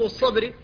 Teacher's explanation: فالباء ساكنة بعد المستعلي المطبق، فلا بد من الحفاظ على ترقيقها